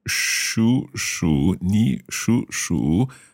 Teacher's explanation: we have two third tones together. The first third tone becomes second tone.